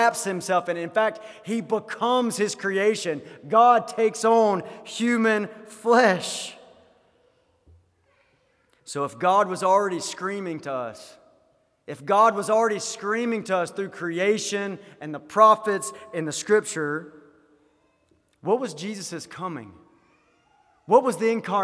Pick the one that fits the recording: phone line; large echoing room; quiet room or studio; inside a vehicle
large echoing room